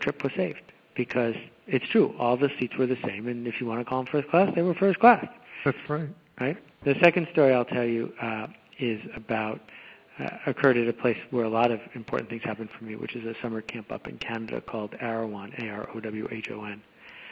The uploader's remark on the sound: A phone call